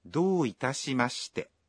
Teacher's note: Para pronunciar dou itashimashite, a vogal O na primeira sílaba do tem som prolongado.